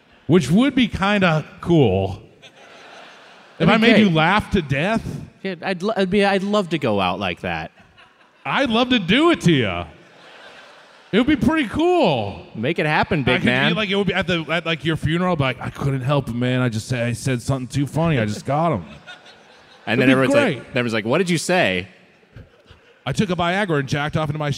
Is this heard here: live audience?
yes